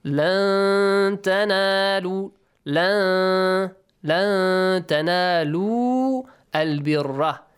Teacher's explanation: you have to hide the sound of the noon sakin. A hidden noon sound should be pronounced there · Term: ikhfa